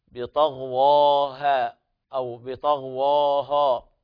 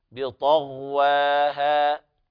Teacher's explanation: الصواب ترقيق الواو والهاء · Shown in: second take